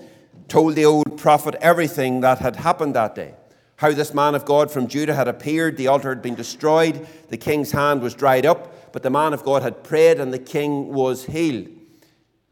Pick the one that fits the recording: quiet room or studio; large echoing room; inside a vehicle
large echoing room